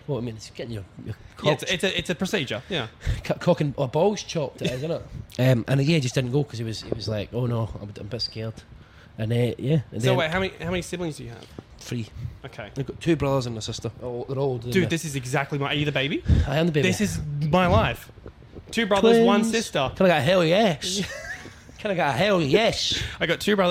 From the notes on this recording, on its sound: 'The Green Room' podcast rings in the new year at Falls Festival in Byron Bay